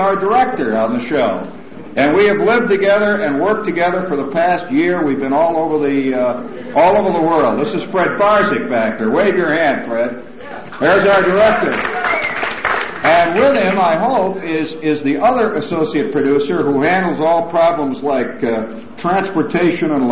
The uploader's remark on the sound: Press Conference